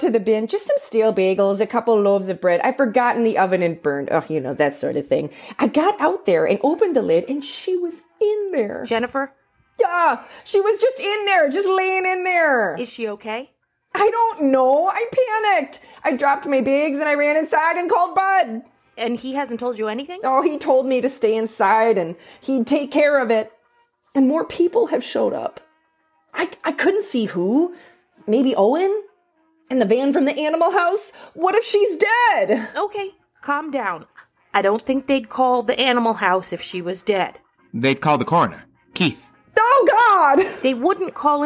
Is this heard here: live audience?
no